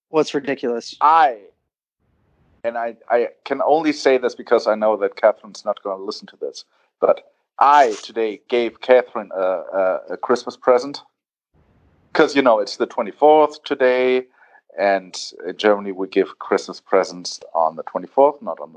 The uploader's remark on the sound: A return to Spanish speaking countries and low quality audio! Phones in from Mallorca.